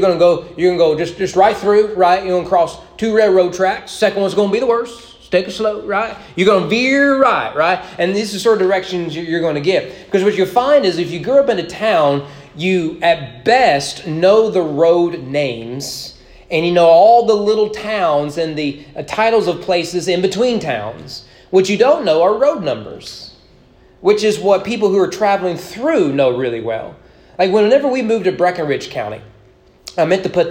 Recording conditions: large echoing room